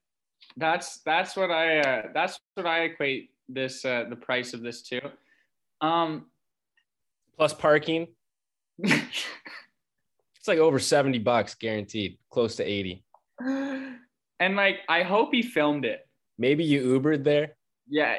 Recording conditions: video call